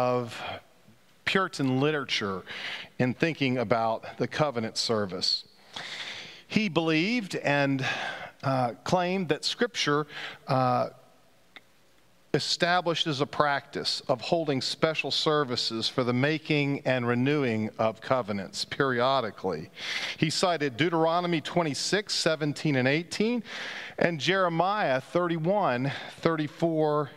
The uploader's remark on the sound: Pender UMC Traditional Worship on Sunday, January 1, 2023 at 9:00 am